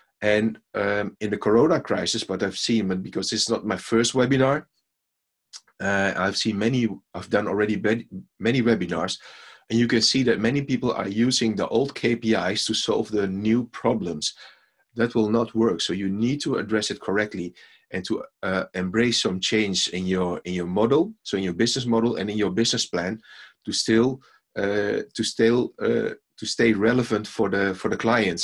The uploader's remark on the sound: Recording of a live webinar.